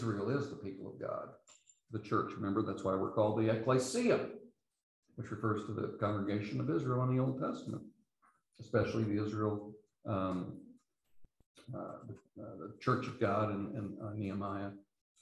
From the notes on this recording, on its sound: These podcasts are the recordings of the lectures.